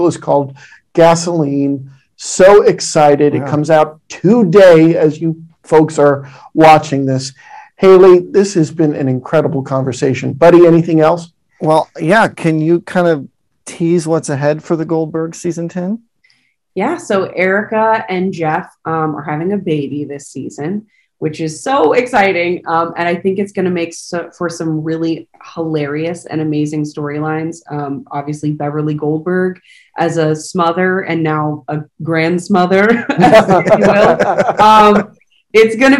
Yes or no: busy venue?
no